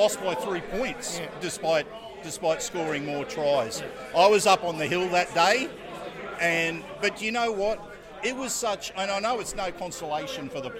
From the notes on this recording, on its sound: Sounds From The 2023 Ted Sulkowicz Memorial Golf Day.